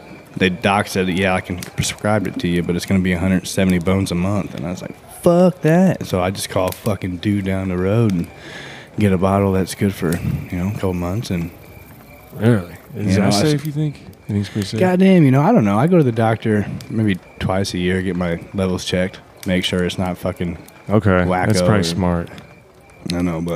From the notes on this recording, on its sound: their small audience, as they smoke around the camp fire